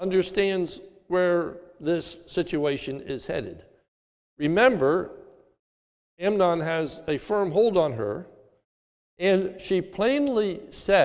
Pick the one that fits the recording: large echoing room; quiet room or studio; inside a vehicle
large echoing room